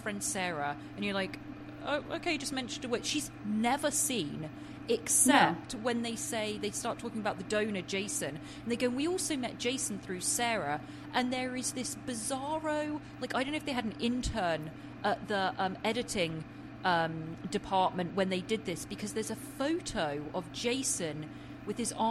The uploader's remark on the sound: We apologize for a bit of background noise in the episode!